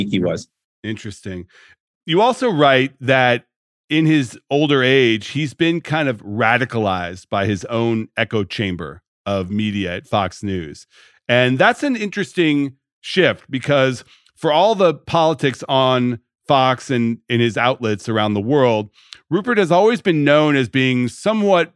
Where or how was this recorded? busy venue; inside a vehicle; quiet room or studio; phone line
quiet room or studio